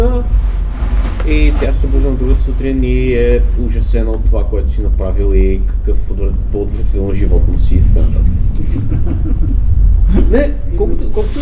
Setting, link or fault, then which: setting, busy venue